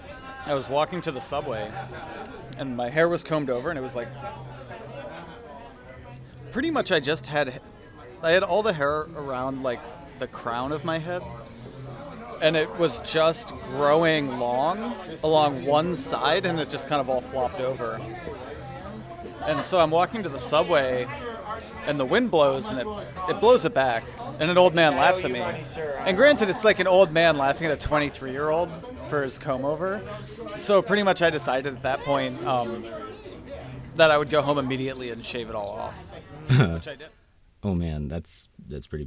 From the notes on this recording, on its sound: Special thanks to the strangers at the bar for sharing your stories, Lucky 13 for letting us fraternize with microphones on your patio